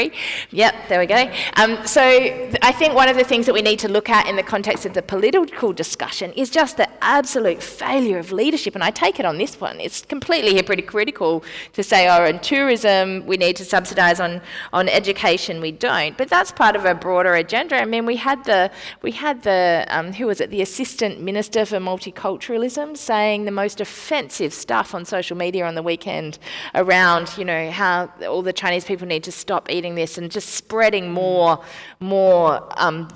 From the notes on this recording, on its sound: This event was recorded on Monday 2 March, 2020.